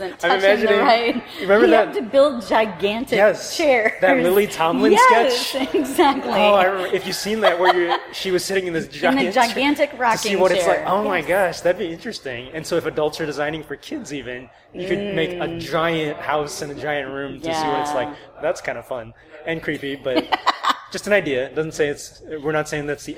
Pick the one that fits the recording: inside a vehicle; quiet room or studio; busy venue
busy venue